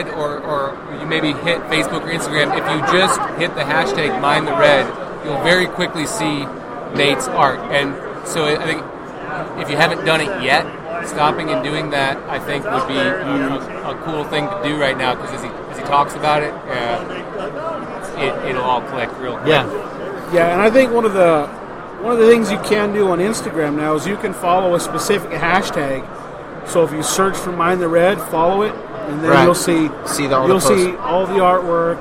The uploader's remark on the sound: Live from the Denver Fly Fishing Show